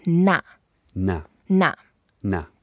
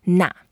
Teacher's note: It's a fourth tone, so we go down